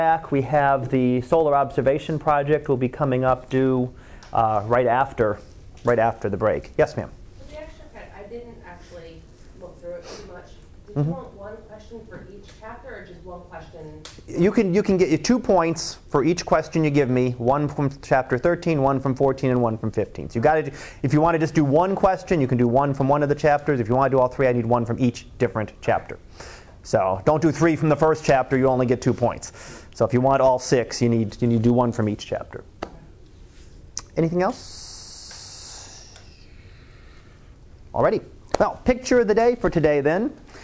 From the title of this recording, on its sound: Live Class Lecture